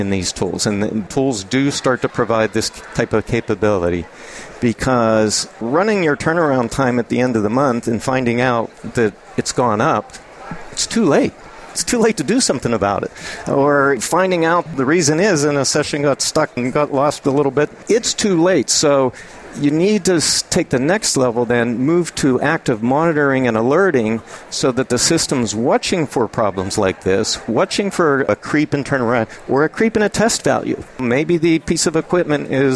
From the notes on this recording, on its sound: The episodes were broadcast live in Experian Health’s booth (#3503) at the The HIMSS17 Annual Conference and Exhibition. The episodes were broadcast live in Experian Health’s booth (#3503) at the The HIMSS17 Annual Conference and Exhibition. The interviews were recorded and published to the media player on this page .